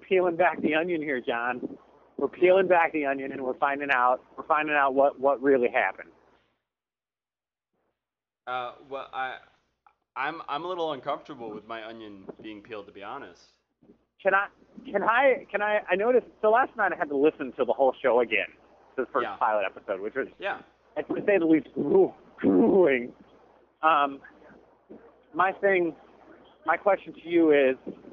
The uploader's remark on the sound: I'm walking home from work